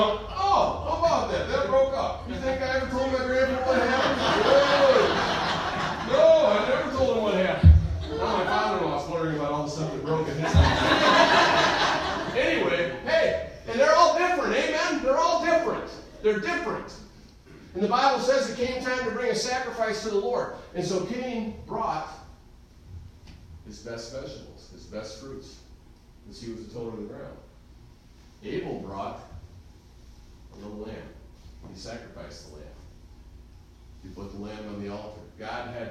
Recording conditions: large echoing room